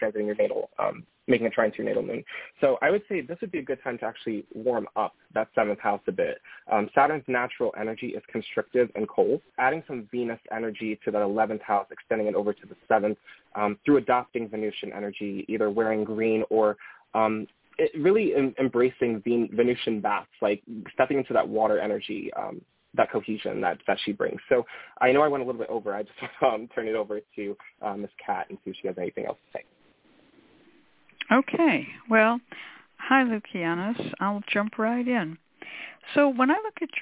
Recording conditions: phone line